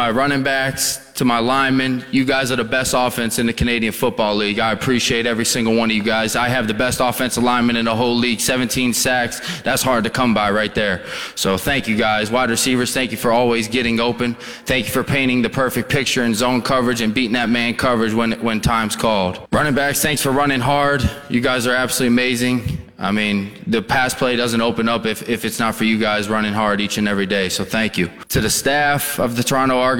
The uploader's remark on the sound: Live from Hamilton at the Grey Cup